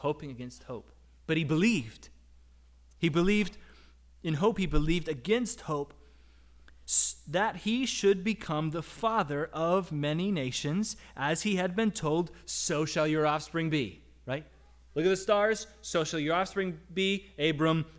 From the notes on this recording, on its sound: Audio from our service on August 28, 2022